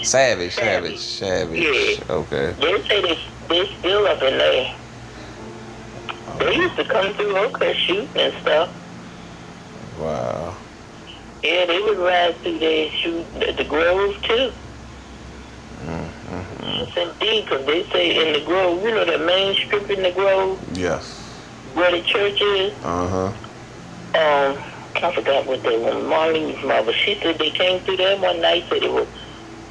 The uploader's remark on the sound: A phone conversation with my grandma